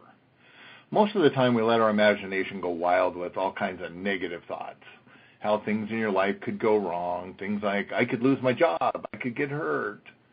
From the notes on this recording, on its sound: an archive of weekly conference calls